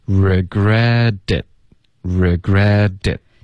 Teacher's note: regret 的这个特的音会浊化成一个的然后连到这个 it OK regretted 然后同时这个 it 的特也会省略 regretted regretted 嗯 regretted regretted 嗯 you're gonna regret it you're gonna regret it 嗯 you're gonna regret it you're gonna regret it For the rest of your life.